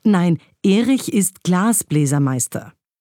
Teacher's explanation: Wenn jemand als Reaktion sagt, nein, Erich ist Glasbläsermeister, dann hat Glas die Vollschwere, da ist die Vollbetonung drauf in diesen 3 Silben